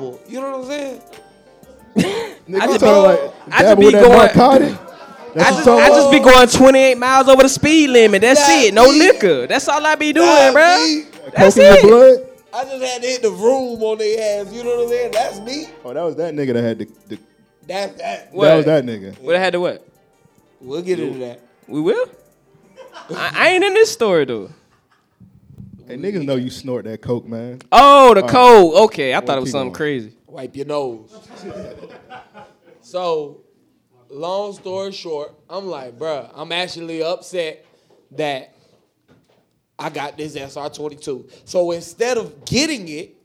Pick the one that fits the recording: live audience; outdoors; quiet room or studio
live audience